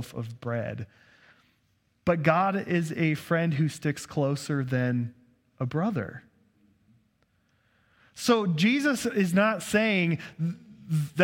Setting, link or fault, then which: setting, large echoing room